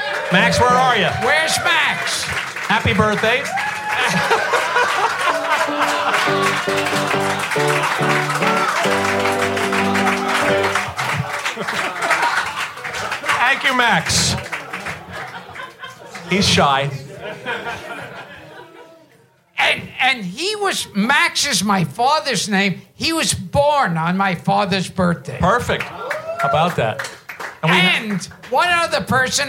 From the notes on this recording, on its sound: Return to Sid Gold's Request Room in New York City for a LIVE singalong episode. A roomful of passionate (and knowledgeable!) listeners.